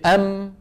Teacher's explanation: الميم تشبه حرف النون، تخرج بانطباق الشفتين ويصاحب ذلك غنة من الخيشوم. لاحظ، سمى العلماء الجزء الشفوي من الميم النصف المكمل. · Term: حرف الميم